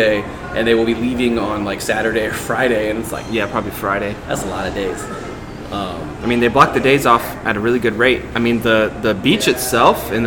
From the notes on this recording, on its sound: recorded live on location at the FBA summer conference 2021